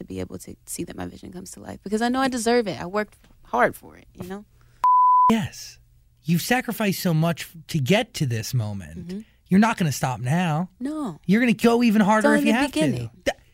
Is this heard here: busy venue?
no